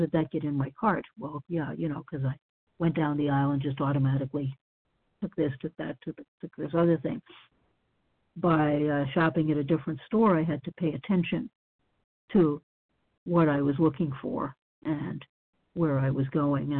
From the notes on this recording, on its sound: from the 100 Pounders Phone Meeting